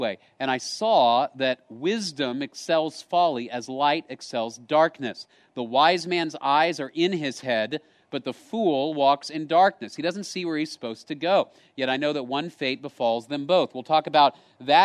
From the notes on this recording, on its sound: Location: Grace Bible Church Creekside